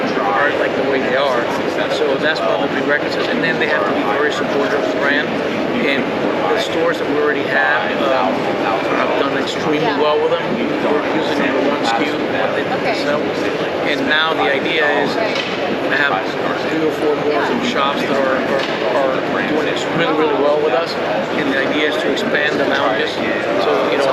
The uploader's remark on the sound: We recommend you turn you audio up to hear this interview. We apologize for the audio issues.